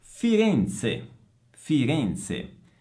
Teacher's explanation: si pronuncia con la Z sorda